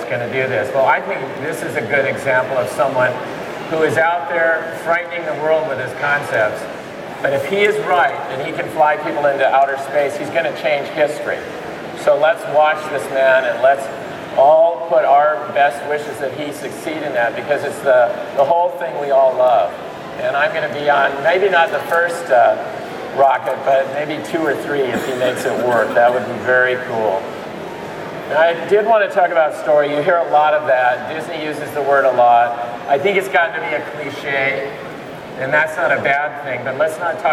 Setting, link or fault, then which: setting, busy venue